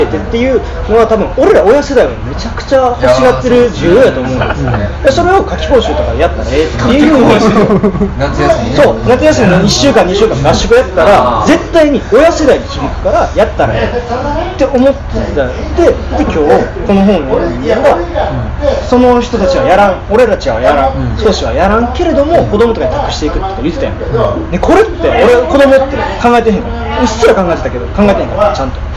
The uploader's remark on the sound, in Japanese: トークイベント後の打ち上げにて